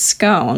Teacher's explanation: the correct pronunciation is scone with a long O to rhyme with bone